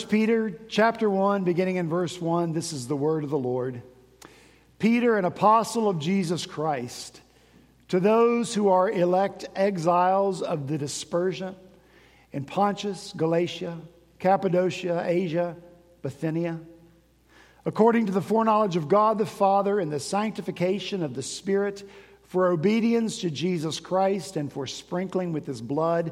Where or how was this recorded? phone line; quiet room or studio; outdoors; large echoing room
large echoing room